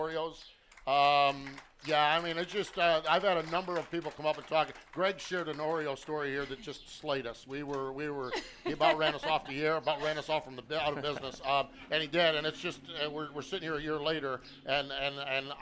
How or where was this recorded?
busy venue